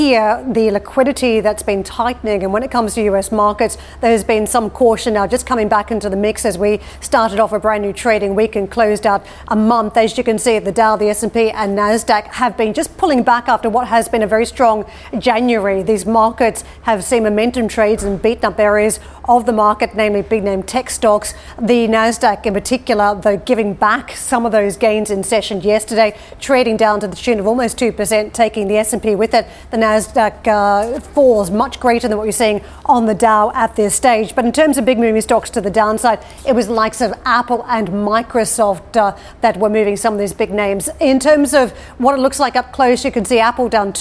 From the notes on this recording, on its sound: we are live at the annual Baker Hughes meeting in Florence.